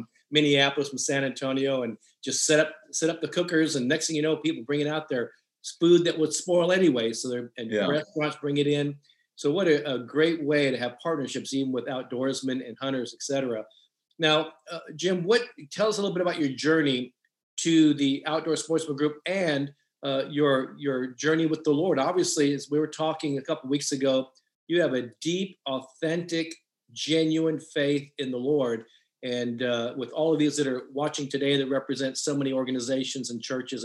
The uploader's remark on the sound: special Transforming Leadership Zoom call